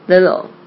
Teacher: 其实这个 TT、夹在两个这个元音之间呢，其实会弱化